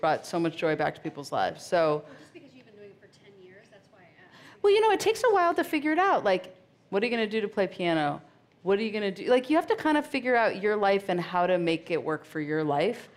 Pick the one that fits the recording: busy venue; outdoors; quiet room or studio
busy venue